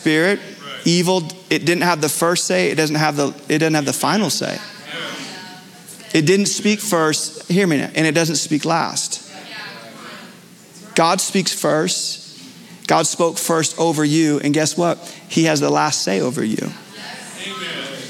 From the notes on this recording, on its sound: Recorded Live at Capital Church in Meridian, Idaho